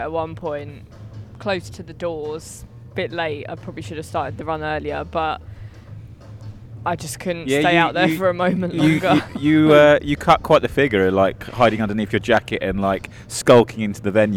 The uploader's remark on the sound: We've got coverage of both days of The Manufacturer Live at The ACC in Liverpool. With first hand, immediate reactions from our finalists and winners at The Manufacturer MX Awards.